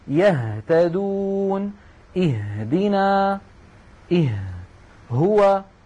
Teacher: فالهمزة والهاء تخرج من أبعد منطقة من الحلق، وقد سماها العلماء كما رأينا أقصى الحلق.